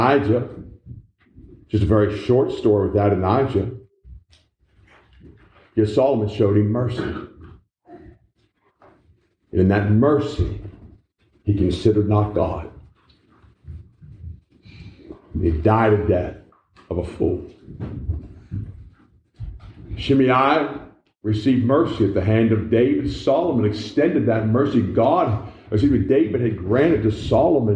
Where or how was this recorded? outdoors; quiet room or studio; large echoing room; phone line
large echoing room